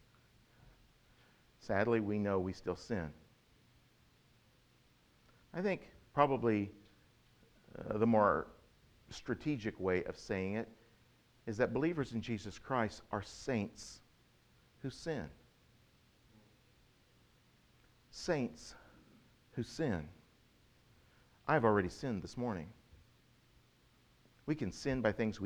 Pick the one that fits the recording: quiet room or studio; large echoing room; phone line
large echoing room